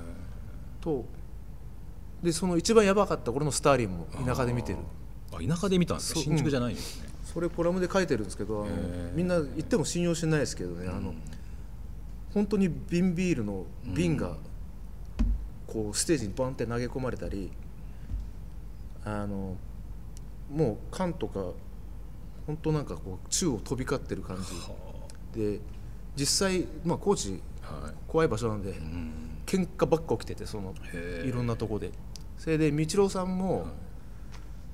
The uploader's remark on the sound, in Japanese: 収録場所：東京カルチャーカルチャー（渋谷）